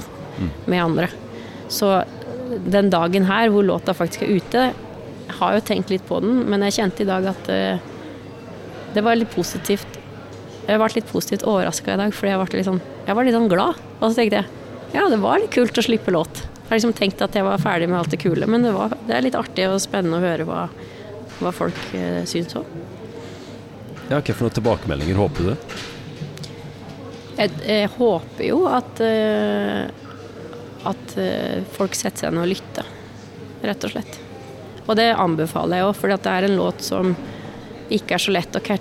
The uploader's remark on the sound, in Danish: Live fra Domus